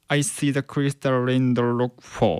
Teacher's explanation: see the crystal raindropsfall、まあこれもねカタカナで読んだらそのままなんですけども、まあ実際の音は I see the crystal raindrops fall ってね、はい、えってなると思うんですよね。そのレインドロップスの PS の発音、これが次のこのフォールに続くわけですよね。でこのフォールに続く際に PS の破裂音というのはこれほとんど聞こえないレベルまでこれ省略されてしまうんですよ